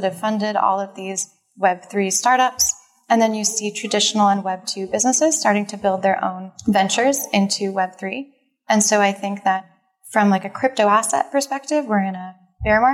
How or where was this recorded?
busy venue